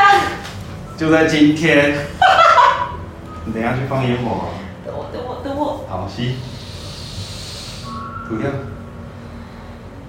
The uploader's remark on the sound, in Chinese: 於是我決定開啟我的手機錄音功能，錄下我跟整復師的對話。當然這過程伴隨著我可能按到哪個痛點會該該叫。或許音質不如錄音室一般清晰透亮。